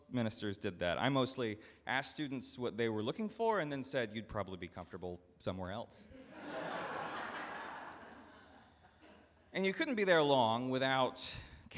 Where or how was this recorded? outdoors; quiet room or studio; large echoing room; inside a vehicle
large echoing room